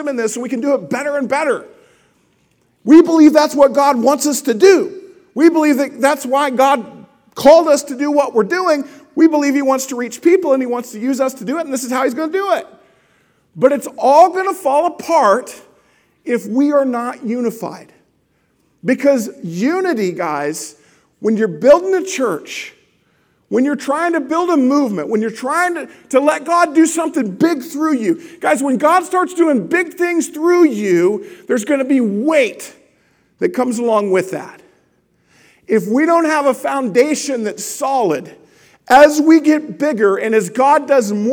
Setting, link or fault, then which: setting, large echoing room